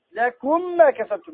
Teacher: وهنا تسمع ميم واحدة مشددة · Term: إدغام مثلين